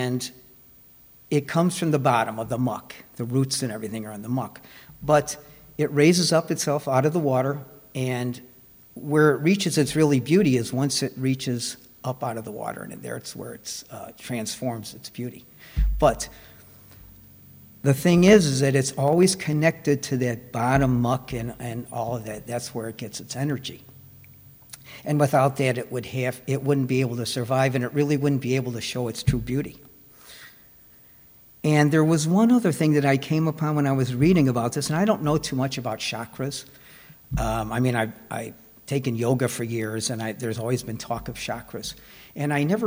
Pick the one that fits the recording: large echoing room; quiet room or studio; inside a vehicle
large echoing room